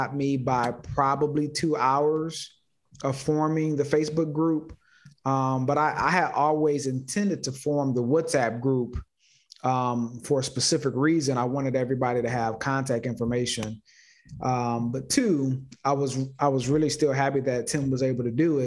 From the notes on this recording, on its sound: Investors Gallery is a live call open to the public. Through this live zoom conference anyone can asks questions.